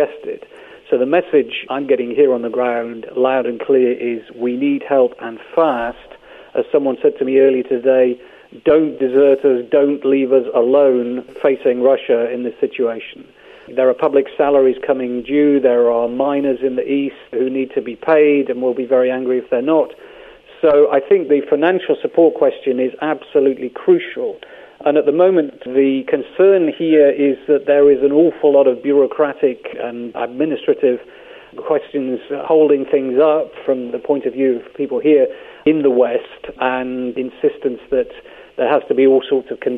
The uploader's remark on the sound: Joined over the phone. In Kiev.